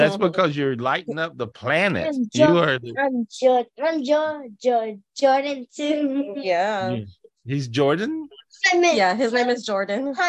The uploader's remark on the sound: This was recorded LIVE on Zoom